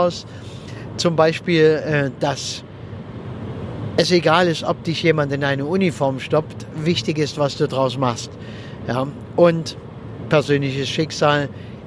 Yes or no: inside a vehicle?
yes